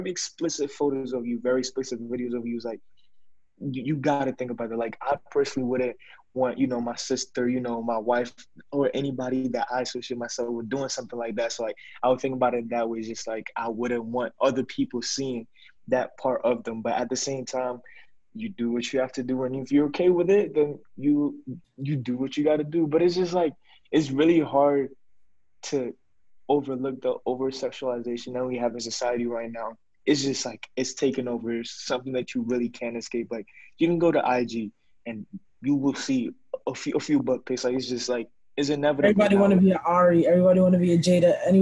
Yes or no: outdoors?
no